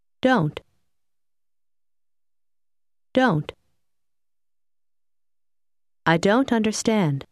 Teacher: Faccia attenzione alla pronuncia della parola don't e noti come il suono della t finale tende a scomparire